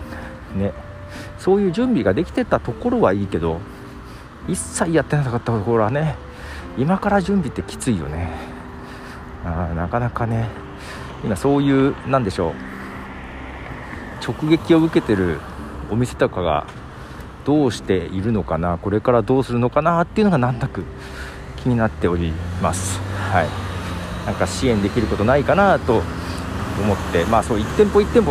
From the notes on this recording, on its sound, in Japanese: 散歩をしながら街をリサーチ。近所を歩きながら、どんな店が営業をしてるのかなんかを眺めています。